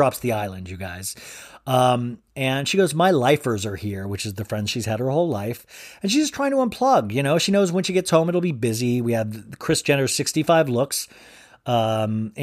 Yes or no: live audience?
no